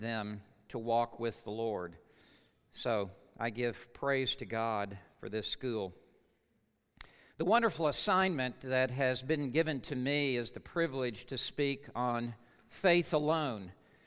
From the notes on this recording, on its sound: Truth & Life Conference 2017 at The Master's University Session 4